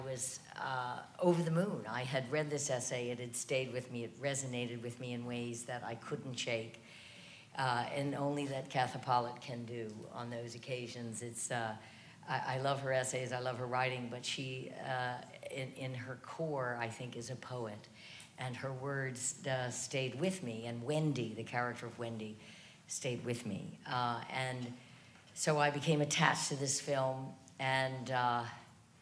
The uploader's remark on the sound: 92Y Talks. Recorded on August 18, 2015 at New York's 92nd Street Y.